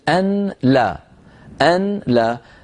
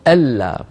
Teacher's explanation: أو بسبب علانية الإدغام، مثلا مثل أن لا، أن لا، طبعا النون الساكنة تدغم في اللام فيصير النطق ألا